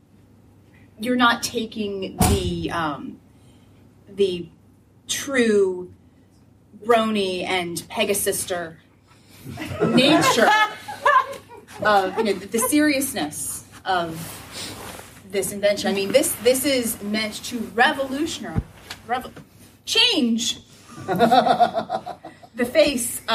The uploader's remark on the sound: Balticon Bonus Episode 2- Podcaster Improv. Featuring a recorded panel from Balticon 49.